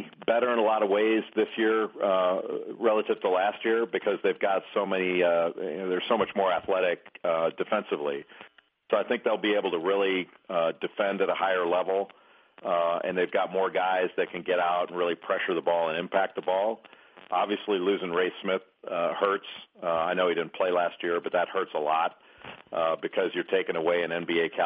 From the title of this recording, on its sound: ESPN CBB Conference Call